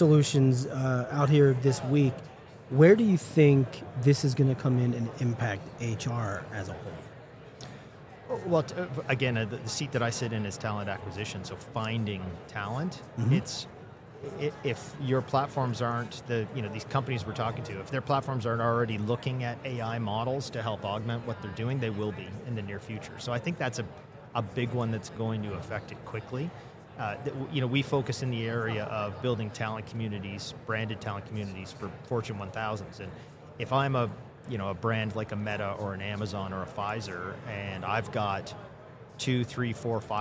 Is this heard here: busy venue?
yes